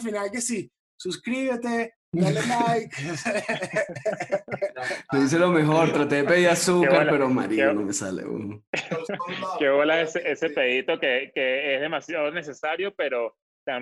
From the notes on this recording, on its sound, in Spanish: El … se conecta vía zoom.